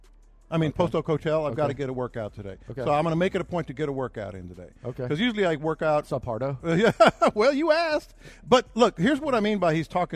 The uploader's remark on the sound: Live at the Bear Bryant Awards.